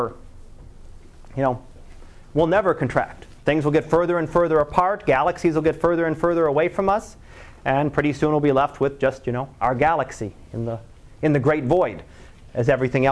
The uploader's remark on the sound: Live Class Lecture.